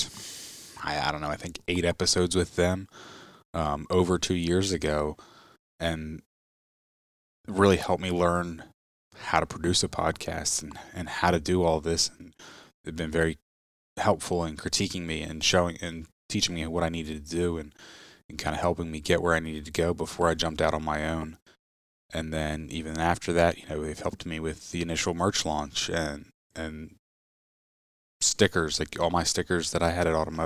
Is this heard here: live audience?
no